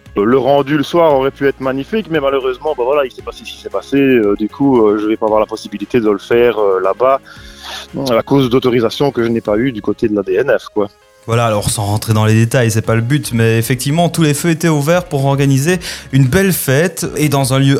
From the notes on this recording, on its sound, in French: A échangé par téléphone avec l'organisateur.